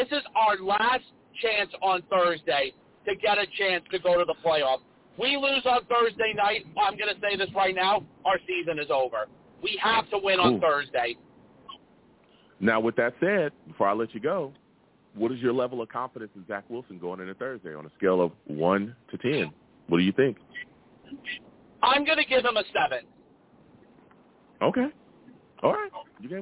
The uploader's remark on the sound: Live immediately after the Jets game against the Lions, I sat down and discussed the game! I take live callers!